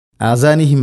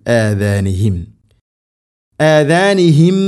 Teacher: ഫീ ആദാനിഹിം, ഇനി ഇവിടെ ആദാനിഹിം എന്നുള്ളത് ആസാനിഹിം എന്ന് ഓതരുത്, ആസാനിഹിം അല്ല, ആദാനിഹിം. ദാൽ ഉച്ചരിക്കുന്ന സമയത്ത് നാവിൻ്റെ അറ്റം മുൻപല്ലുകളുടെ ഇരുനിരകൾക്കിടയിലൂടെ അല്പം പുറത്തോട്ട് നിൽക്കണം, വളരെ നേരിയ തോതിൽ. · Shown in: second take